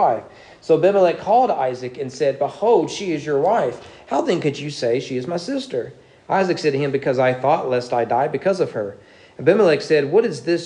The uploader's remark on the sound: Sermon preached at East Frankfort Baptist Church